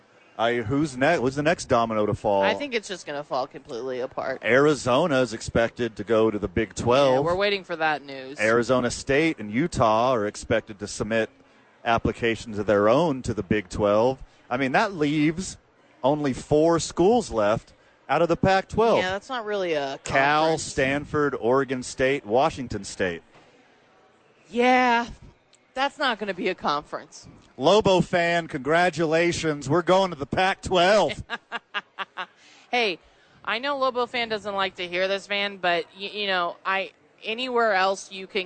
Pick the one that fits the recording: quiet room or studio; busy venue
busy venue